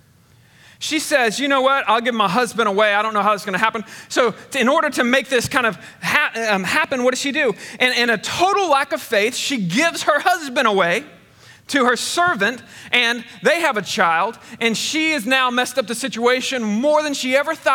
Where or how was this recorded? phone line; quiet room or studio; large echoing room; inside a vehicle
large echoing room